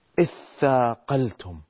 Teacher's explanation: والتشديد على الثاء والمد الذي بعدها الثاء ومن مجيء القاف من الحروف القلقلة ثم التاء المهموسة ثاقلتم